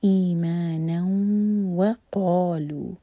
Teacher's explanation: جب ہم جوڑیں گے تو ہم ناک میں آواز لے جائیں گے اور دو سیکنڈس کا ٹائم دیں گے